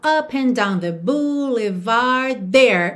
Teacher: ele ligou boulevard em there direto, tá? Já puxando a próxima frase.